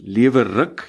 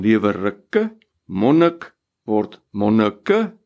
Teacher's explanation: wanneer ons 'n I kry in 'n woord en hy word uitgespreek as 'n E, die sogenaamde schwa klank, E klank, dan is dit nie die geval nie, dan vind daardie verdubbeling nie plaas nie.